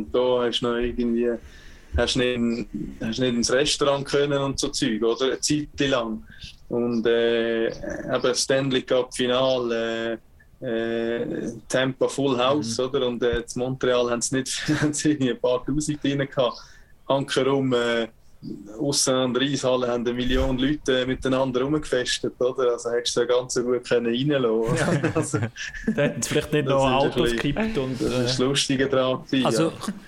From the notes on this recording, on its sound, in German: Für die Aufnahme von Episode 78 haben sich die Protagonisten aus den unterschiedlichsten Situationen eingewählt. Zwar nicht mehr im Kofferraum, sondern im schönen Landhaus. Es macht es dann natürlich auch nicht einfacher wenn sich der Gast live aus Kanada zuschaltet und somit unsere Videokonferenz noch mehr datenmässig überfordert wurde.